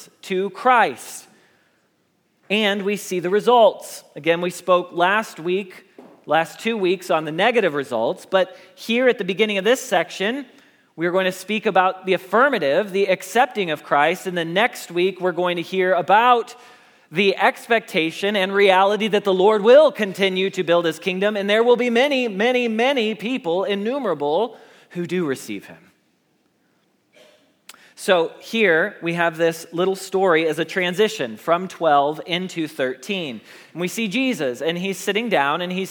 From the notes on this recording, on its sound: Message Preached at Valley Creek Church.